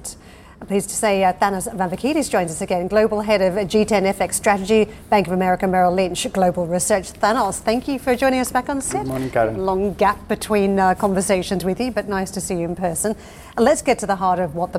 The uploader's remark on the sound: we are live at the Paris Airshow